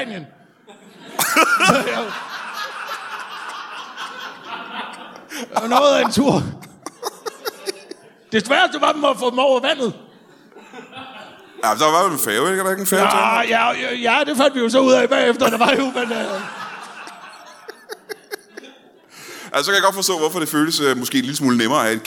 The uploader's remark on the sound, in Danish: LIVE fra Anarkist i Odense. Optaget live foran et mesterligt publikum på Anarkist i Odense.